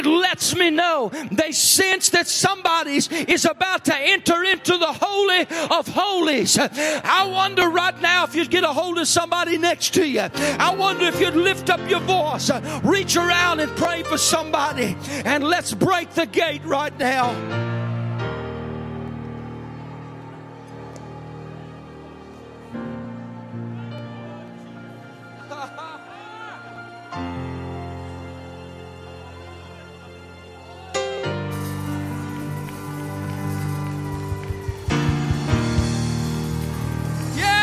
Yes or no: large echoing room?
yes